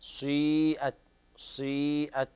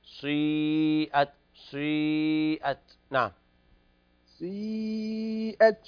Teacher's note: سيئت هي حركة مركبة، جزء الضمة مقدم وهو الأقل وجزء الكسرة مؤخر وهو الأكثر. · Term: إشمام